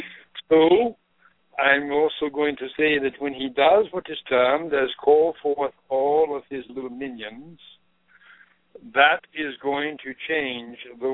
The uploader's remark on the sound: In this capacity she will do a channeling session live so that callers can call. Personal responses to callers during the special call-in segment. This radio show is an extension of the written messages.